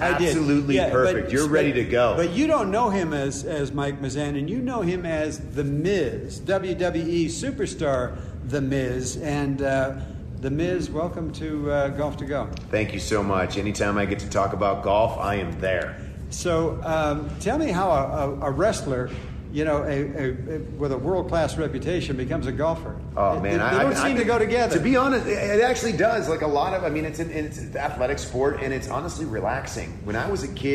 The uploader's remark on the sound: broadcast live from Edgewood Tahoe for the American Century Celebrity Golf tournament.